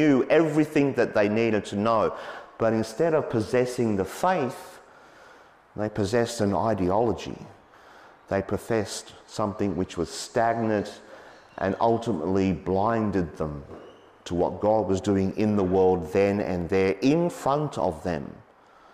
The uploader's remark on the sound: as preached on Sunday, 19 March 2023